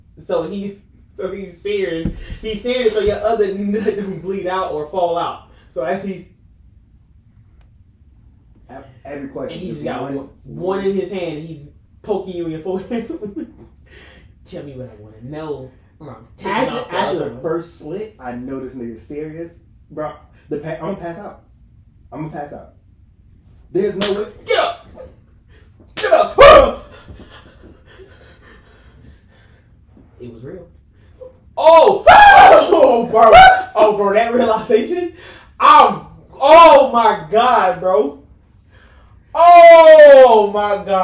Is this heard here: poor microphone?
yes